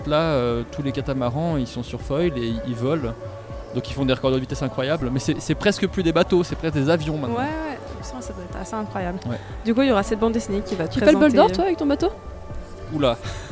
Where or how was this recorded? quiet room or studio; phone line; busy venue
busy venue